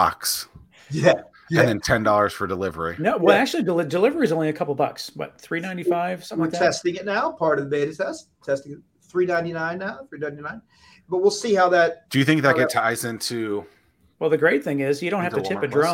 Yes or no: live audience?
no